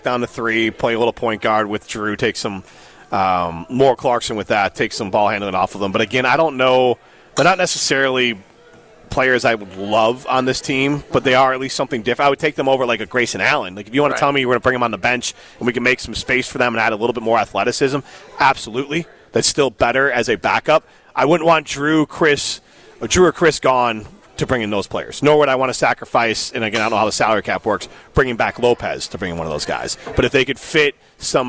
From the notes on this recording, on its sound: live from X-Golf in Madison